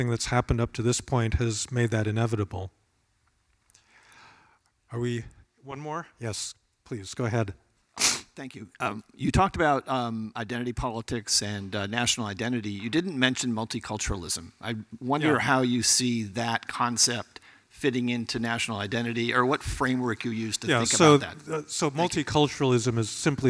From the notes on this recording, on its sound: Town Hall Seattle and was taped at Seattle University